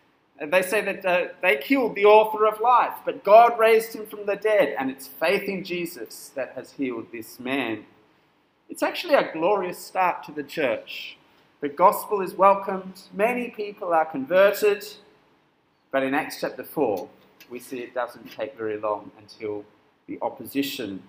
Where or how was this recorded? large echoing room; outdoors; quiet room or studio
large echoing room